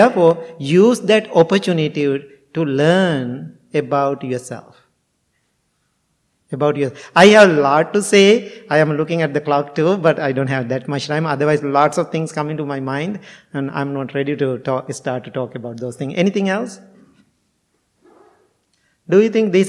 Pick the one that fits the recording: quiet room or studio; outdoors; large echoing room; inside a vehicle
large echoing room